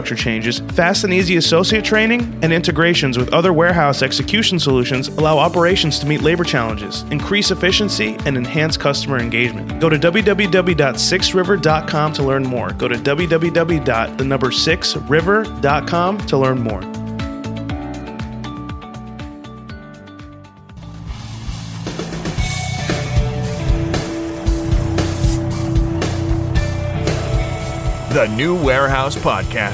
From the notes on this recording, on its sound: Ideal Warehouse at MODEX 2022